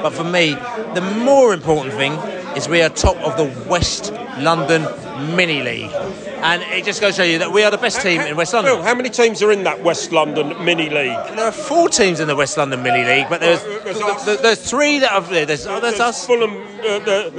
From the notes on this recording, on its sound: Post-Match Podcast From The Stands and the Pub. A trip to St Marys was next for Brentford.